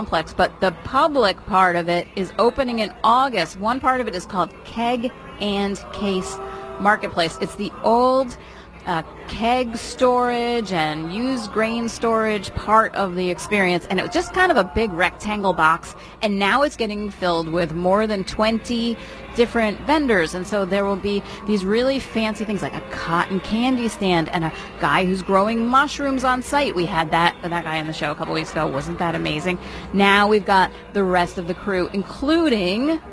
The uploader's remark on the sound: live from the MN State Fairgrounds for the Back to the 50's Car Show!